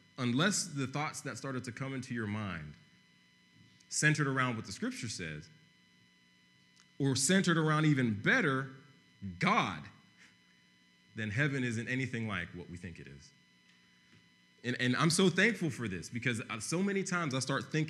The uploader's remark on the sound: preached on November 22, 2015 at Veritas East